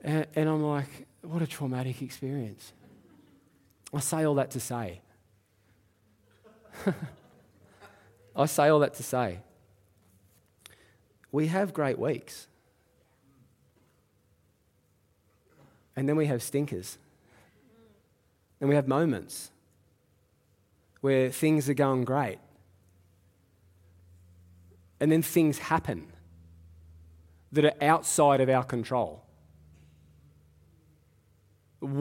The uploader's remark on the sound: Live at Echo Church Melbourne